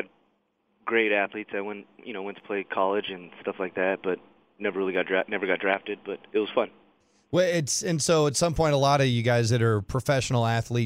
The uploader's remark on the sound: called in to the Ben and Skin show